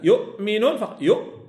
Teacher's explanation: يؤمنون فقط، يؤ فقط، هذاك الضغط اللي كتسمع فقط، الضغط ديال الشدة اللي هوش التصاق وتصادم الوترين فقط